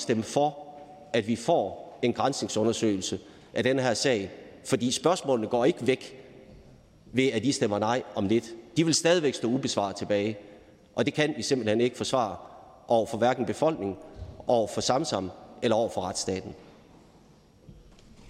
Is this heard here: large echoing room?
yes